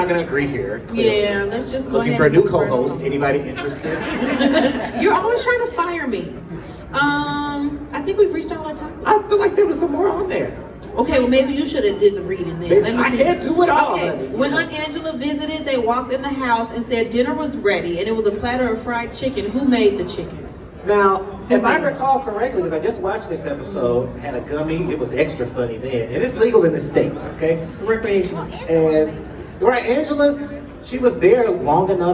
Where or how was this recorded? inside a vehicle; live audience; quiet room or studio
live audience